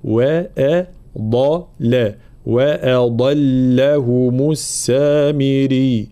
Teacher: كلمة وأضلهم، واضح هنا الضاد جاءت بين مرققين، فلا بد من انتباه ترقيق الهمزة وترقيق اللام، وبينهما الضاد مفخمة